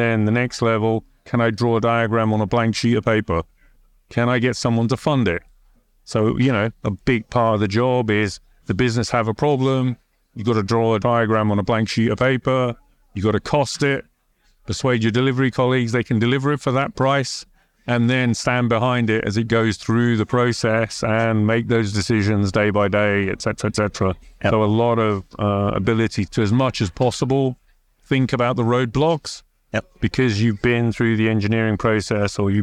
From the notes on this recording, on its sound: Recorded at Sibos.